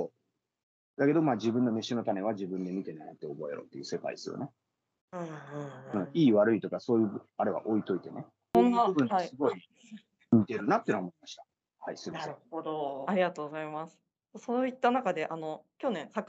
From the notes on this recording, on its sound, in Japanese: teamsを用いてのオンライン収録のため、音声が聞き取りにくい部分がございます。ご了承ください。